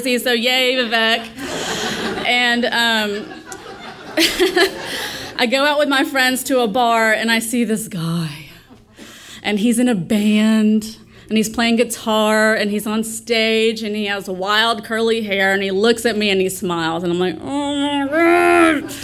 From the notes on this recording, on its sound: our sold-out audience in the palm of her hand from the moment that she stepped onstage, eliciting roars of laughter and more than a few tears.